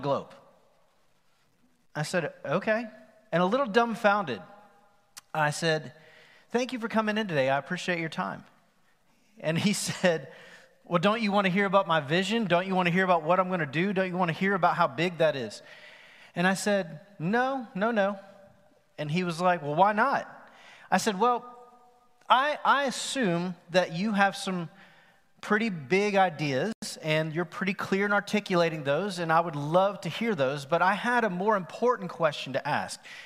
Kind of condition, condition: setting, live audience